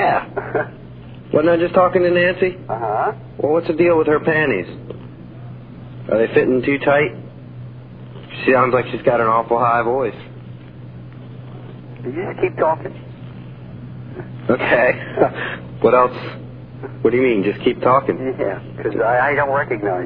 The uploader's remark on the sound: Prank Phone Calls